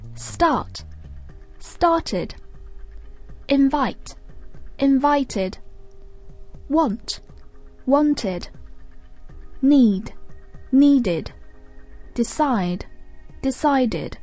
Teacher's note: Regular verbs that end in the sound t or d, in the past simple, the ed ending is pronounced id. · Term: id ending